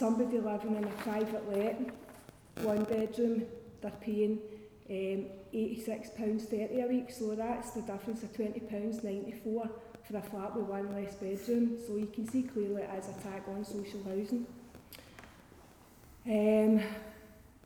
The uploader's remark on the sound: It is a recording of the Govan and South West Morning Star Readers and Supporters Group public meeting